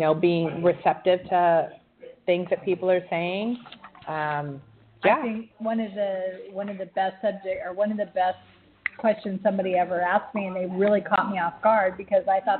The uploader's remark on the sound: Broadcasting live from the Warr-King Tasting room in Woodinville!